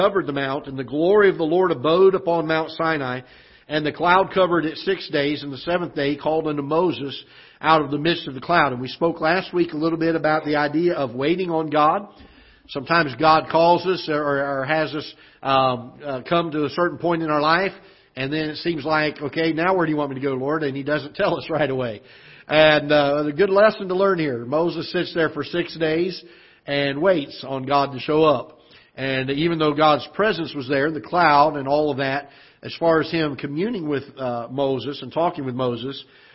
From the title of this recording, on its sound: Ketha Heights Baptist Church ~ Live Broadcast